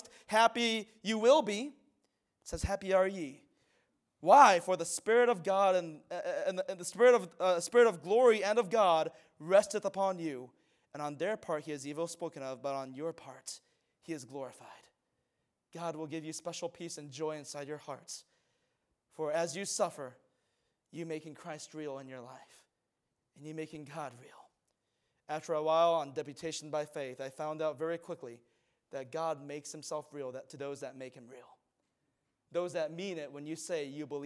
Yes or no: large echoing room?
yes